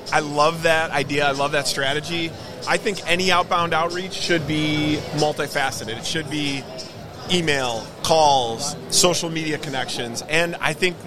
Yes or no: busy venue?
yes